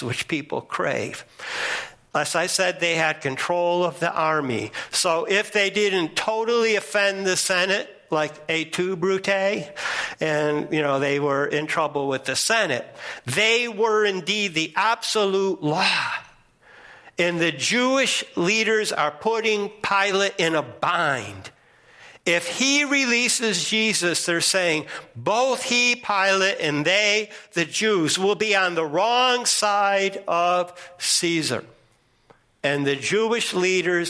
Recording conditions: large echoing room